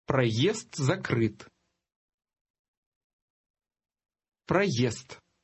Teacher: The fast D at the end of the first word will almost have a T sound.